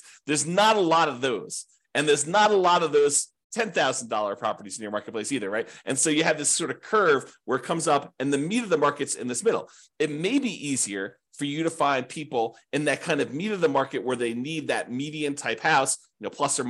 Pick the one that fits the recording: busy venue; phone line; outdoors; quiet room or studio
quiet room or studio